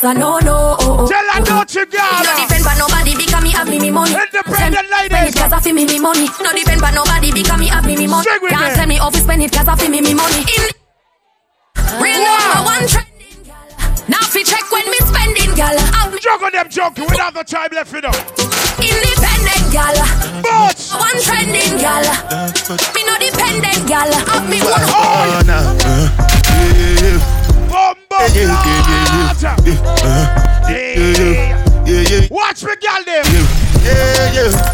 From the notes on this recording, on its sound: 3RD ANNUAL VIRGO CELEBRATION BLACK & WHITE AFFAIR 9.4.21 LIVE AUDIO. (SET 1 AND SET 2).